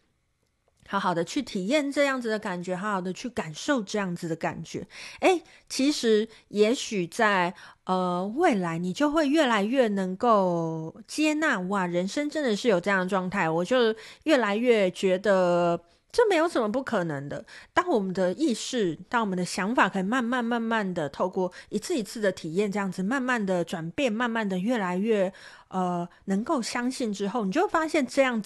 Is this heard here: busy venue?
no